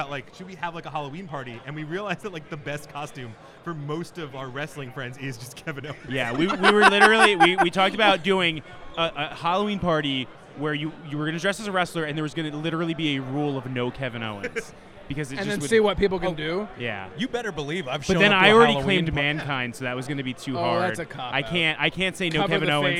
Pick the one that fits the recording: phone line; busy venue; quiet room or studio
busy venue